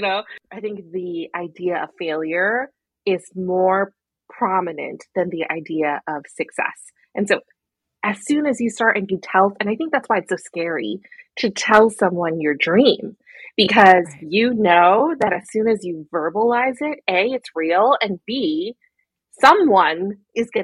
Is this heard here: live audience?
no